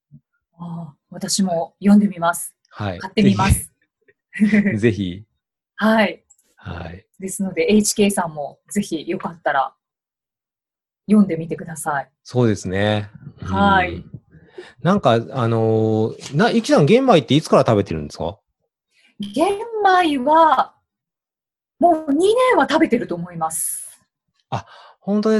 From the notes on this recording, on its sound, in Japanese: オンライン収録のため、通常より音声が劣りますがご了承ください